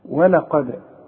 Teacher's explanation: القاف هي المفخمة، ولقد والدال حنرققها